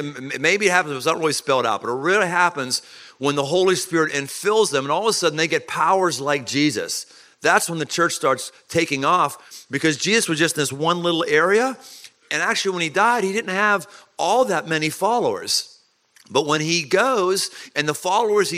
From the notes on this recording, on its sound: Live at Man Camp. Surrounded by thousands of men.